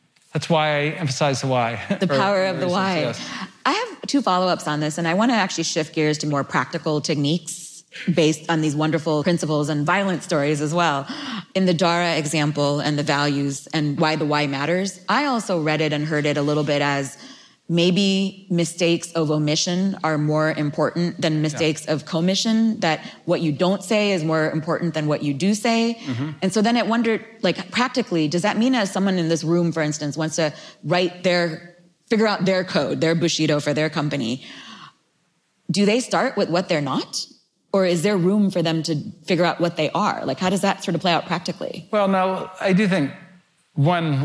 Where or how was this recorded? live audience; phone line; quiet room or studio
live audience